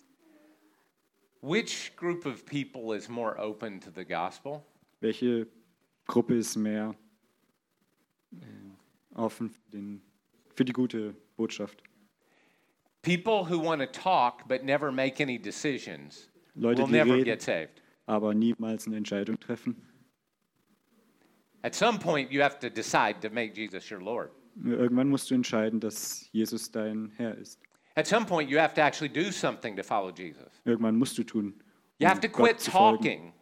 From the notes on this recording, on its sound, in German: in der Gemeinde Kaleo Schopfheim aufgenommen